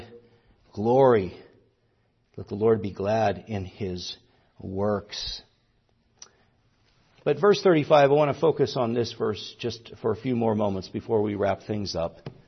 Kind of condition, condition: setting, large echoing room